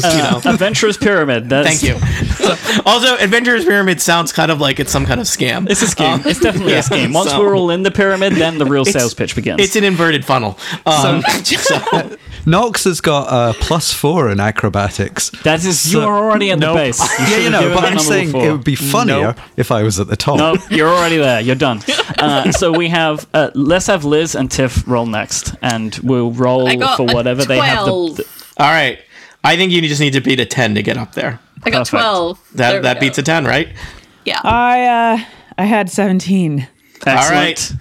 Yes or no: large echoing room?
no